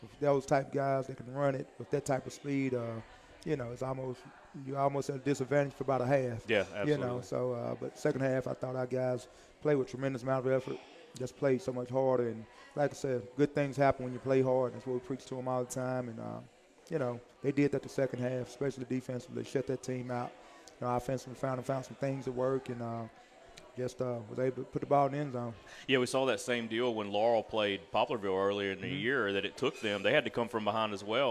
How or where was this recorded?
busy venue